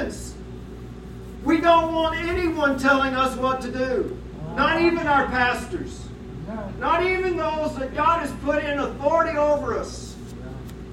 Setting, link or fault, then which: fault, poor sound quality